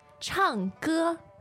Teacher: 唱歌, the tones there are... Fourth and first